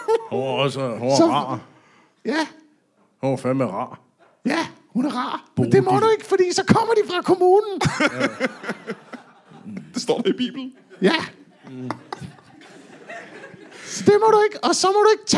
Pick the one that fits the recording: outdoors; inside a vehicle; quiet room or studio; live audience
live audience